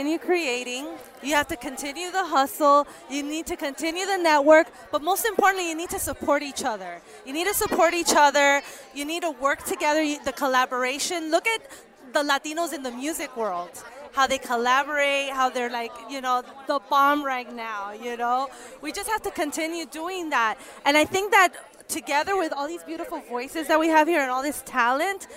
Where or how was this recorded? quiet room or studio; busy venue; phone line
busy venue